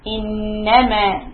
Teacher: noon with a shadda stop in humming for two counts. Innama, and then the fatha I'm going to emphasize.